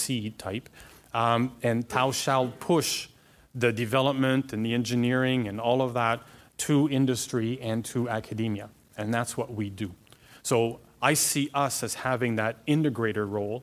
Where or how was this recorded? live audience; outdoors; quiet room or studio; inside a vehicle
live audience